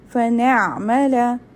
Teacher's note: ayn has a tawassut so the voice will continue in a moderate way and then it stops